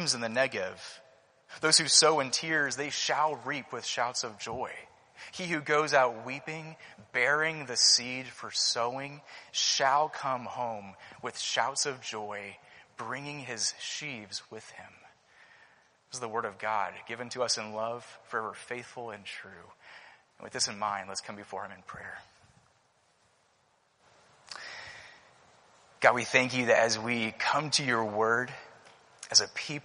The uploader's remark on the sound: Preached at Christ Covenant Presbyterian Church, PCA (Culpeper, VA)